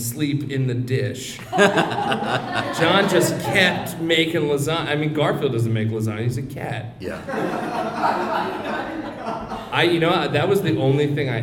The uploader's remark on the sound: Special season finale episode recorded live June 25th, 2014 at The PIT in NYC.